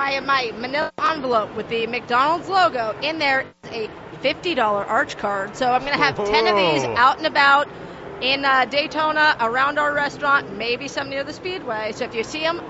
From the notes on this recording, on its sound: joined live at the Daytona International Speedway